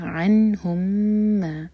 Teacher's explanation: نون پر سکون تو نون پر اظہار، تو یہاں پر ہم ٹائم نہیں دیں گے